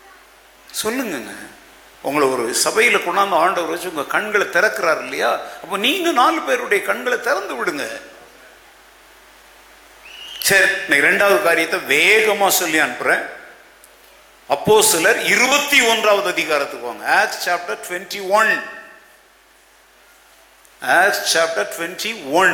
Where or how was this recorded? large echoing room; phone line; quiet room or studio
large echoing room